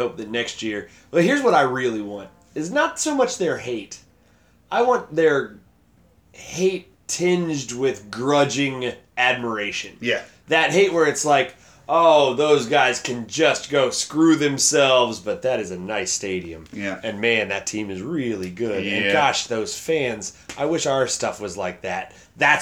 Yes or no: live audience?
no